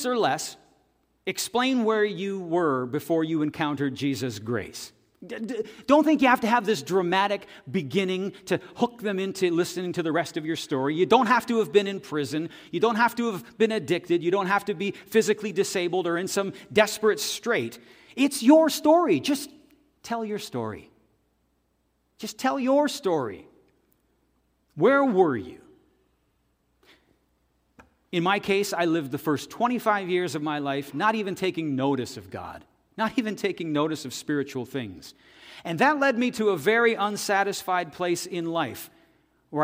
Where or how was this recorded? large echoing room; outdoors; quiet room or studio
large echoing room